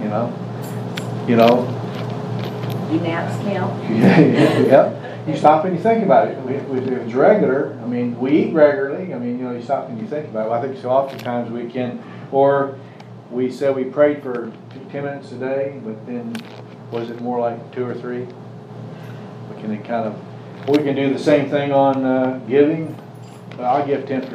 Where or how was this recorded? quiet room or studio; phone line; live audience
live audience